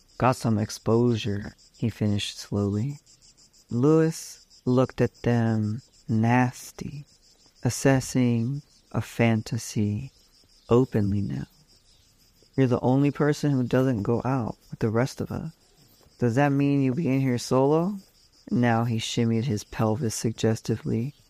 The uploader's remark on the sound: Samples aplenty, plus a sweet Philly field recording for the homesick. Making this episode also got me experimenting with so-called AI tools that do things like transcribe and “professionally” EQ audio.